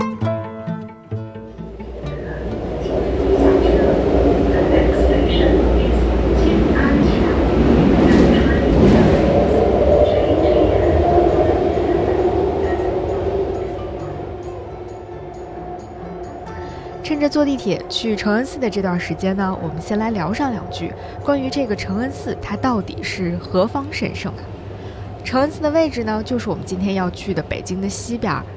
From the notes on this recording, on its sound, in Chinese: 用 audiolog 的方式，去北京西边儿转一转。午后一起坐着地铁去体验一场 mini tour。